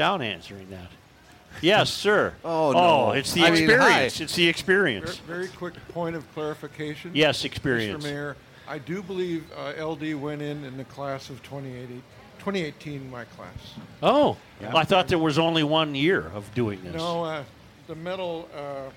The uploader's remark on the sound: Day 2 live at the MN State Fair!